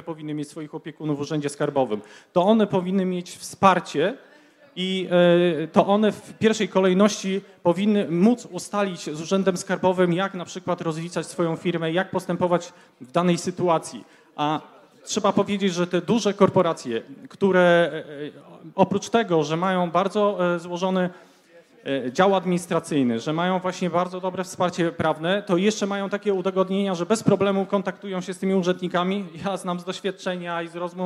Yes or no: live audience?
yes